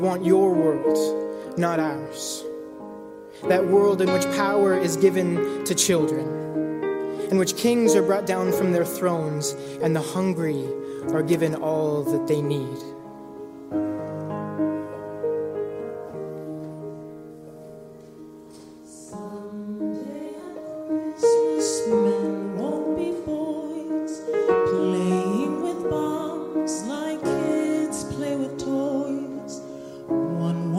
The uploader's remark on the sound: Christmas Eve Candlelight Worship. Preached at The First Presbyterian Church of Brooklyn.